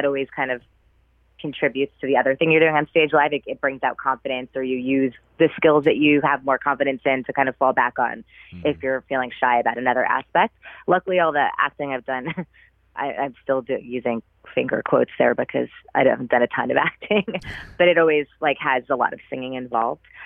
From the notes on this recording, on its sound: We caught up by phone.